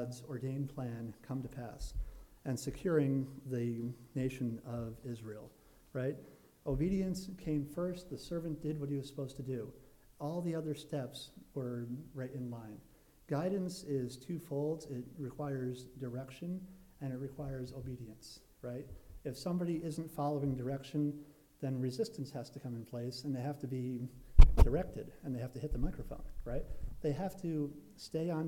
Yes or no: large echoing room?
yes